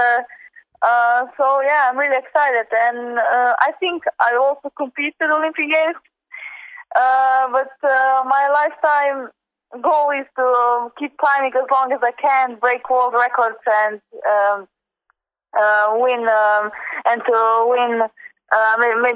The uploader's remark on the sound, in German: Alle Antworten in einem Telefoninterview, welches direkt vor den Weltmeisterschaften 2016 in Paris aufgezeichnet wurde!